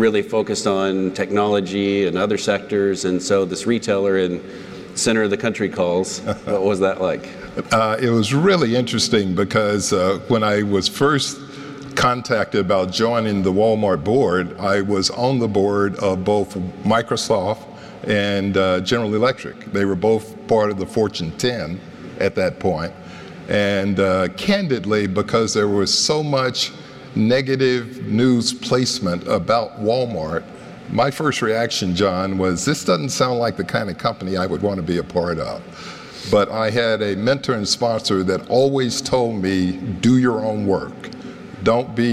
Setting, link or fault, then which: setting, live audience